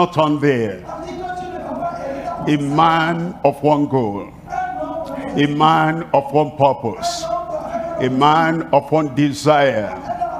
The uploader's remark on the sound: live from Lomé, Togo